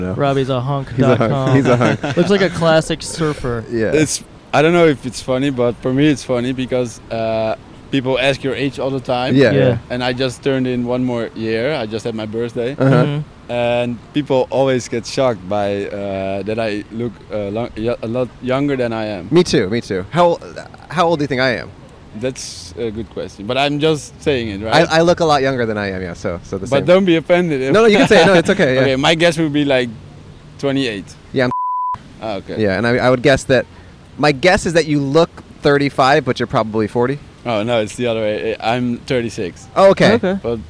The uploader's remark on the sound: We finally left the states to record our first International episode in Honolulu! On Waikiki Beach in Honolulu, Hawaii.